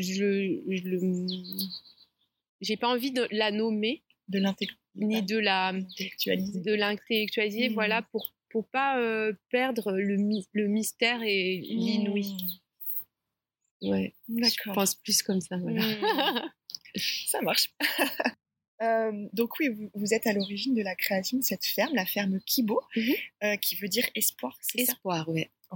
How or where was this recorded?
outdoors